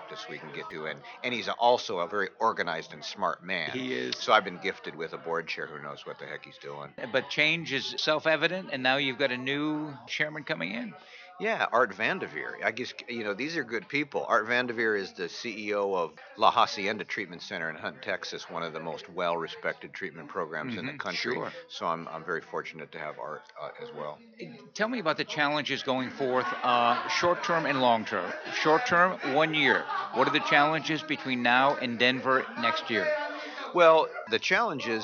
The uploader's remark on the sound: RC2C broadcasting from the 39th Annual NAATP Leadership Conference in Austin, Texas.